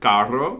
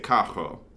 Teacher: And in Puerto Rico, it's a relatively common pronunciation to not roll your R's and to instead say R's like a H sound · Shown in: second take · So instead of carro, they'd say cajo, right?